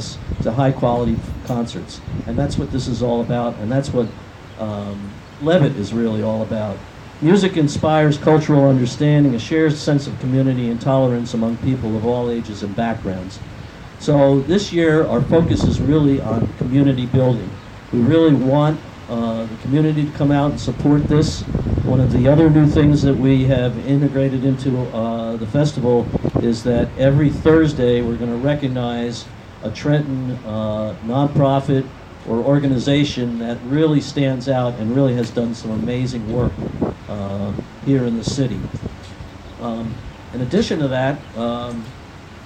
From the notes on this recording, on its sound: Recording of the 2017 Levitt Amp Trenton Summer Concert Series Press Conference in Mill Hill Park.